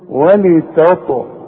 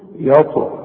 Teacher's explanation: الطاء هتلاقي عليها سكون. لازم تقلقل. القلقلة إذا كانت في وسط الكلمة الشرط يكون عليها سكون أو هتقف على الحرف سواء مفتوح مضموم مكسور اي حاجة لان احنا كمان بنسكن الحرف.